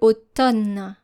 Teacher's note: The word automne is written A-U-T-O-M-N-E. And we do not hear the sound M, like mama. We hear automne.